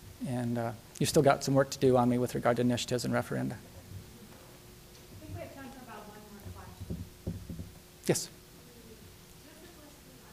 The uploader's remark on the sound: Nebraska Colloquium lecture. University of Nebraska-Lincoln.